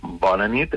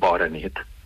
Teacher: I com que es fan nosa, hi ha una N que la canviem i la canviem per una R · Shown in: second take